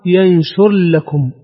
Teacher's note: سنت، بعد ذلك نعطفه هو نفسه بالإدغام في ينشر لكم، فننطقها ينشر لكم، ندخل الراء كاملة في إيش؟ اللام